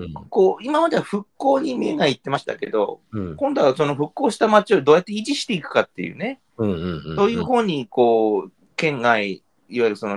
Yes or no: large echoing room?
no